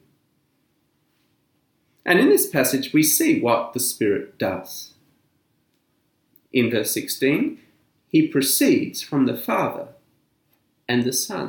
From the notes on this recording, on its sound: This sermon was preached at St Mary's Anglican Cathedral, Kuala Lumpur on 7th June 2020.